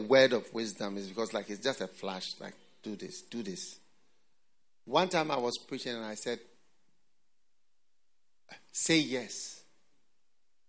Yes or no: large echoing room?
yes